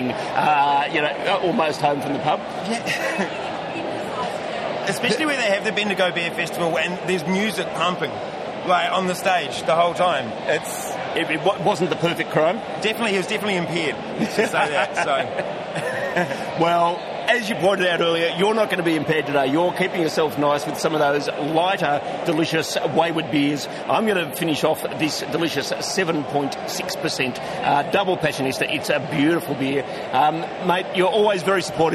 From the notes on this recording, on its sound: Interviews from the recent Williamstown Beer & Cider Festival. Because this was an outside broadcast the audio may not be up to our usual standards.